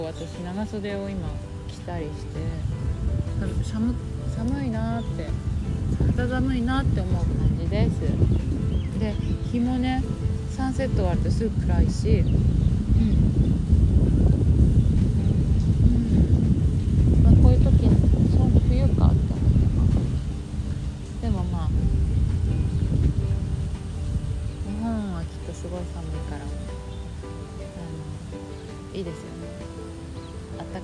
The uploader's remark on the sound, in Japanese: 風の音などでお聞き苦しいところがあり、すいません